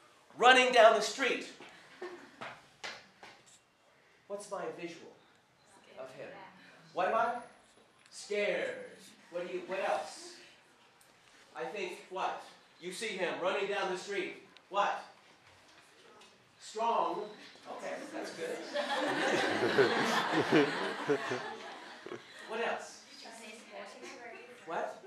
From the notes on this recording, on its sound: This recording was made at Sichuan University on March 30.